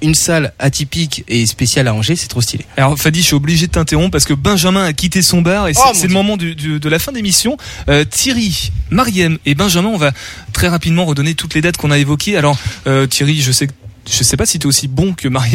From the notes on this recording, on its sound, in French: Les Folies en direct dans Topette depuis les Folies !